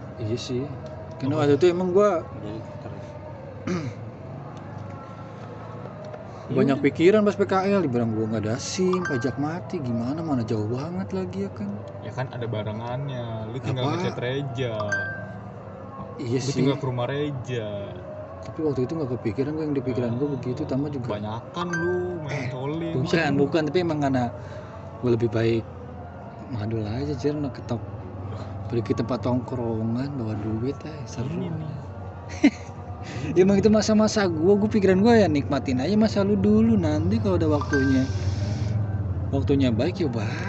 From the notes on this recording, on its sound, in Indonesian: Mohon maaf kualitas audionya kurang bagus, karena rekamannya di lintasan balapan motor 2tak